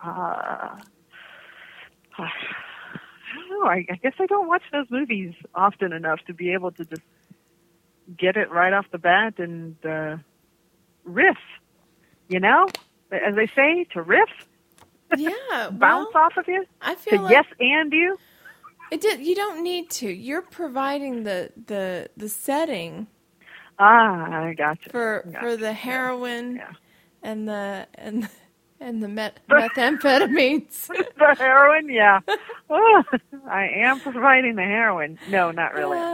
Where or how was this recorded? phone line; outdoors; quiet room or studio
phone line